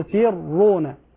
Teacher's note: بعض الإخوة ينطق براءين، الأولى مرققة والثانية مفخمة